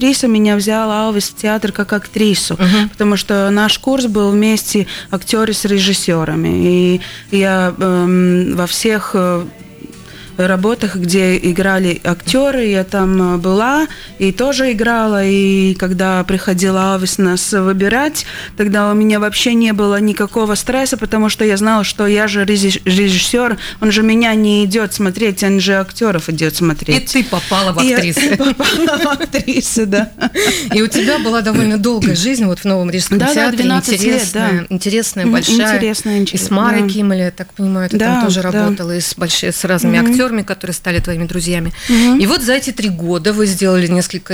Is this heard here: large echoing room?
no